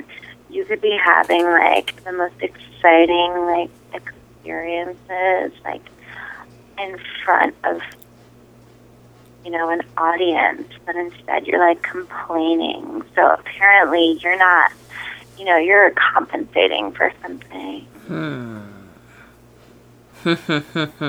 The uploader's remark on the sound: A Sexy Phone Call